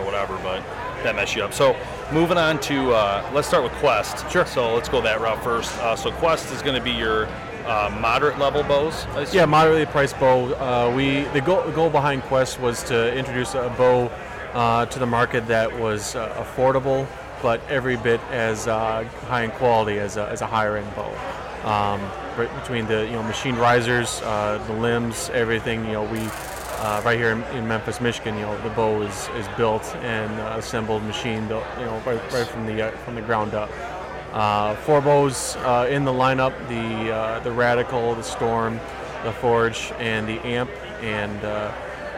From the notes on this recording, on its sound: at the booth LIVE from the Woods N Water Outdoor Weekend.